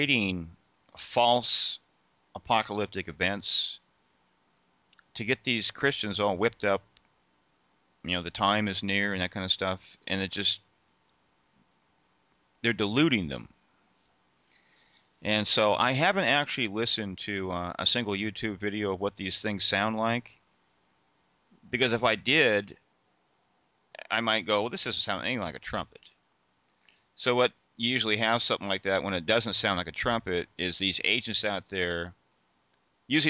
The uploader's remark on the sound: Pushed the record button towards the end of a long personal Skype call.